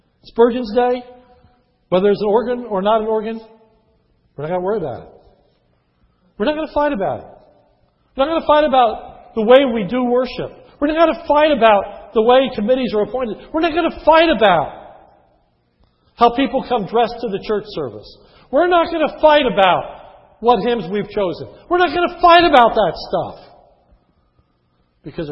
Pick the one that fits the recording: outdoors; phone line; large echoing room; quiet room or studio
large echoing room